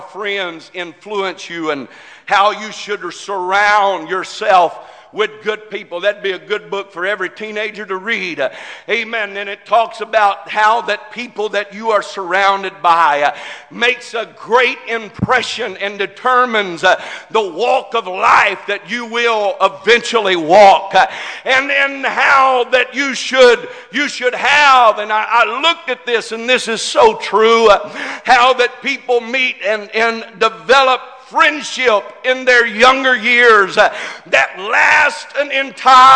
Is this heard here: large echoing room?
yes